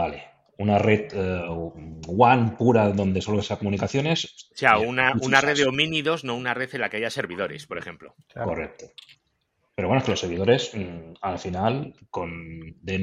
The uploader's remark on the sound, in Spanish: Nos hemos juntado 5 amigos a charlar. Alrededor de una sala de Zencastr y hemos grabado algo más de una hora de charla informal.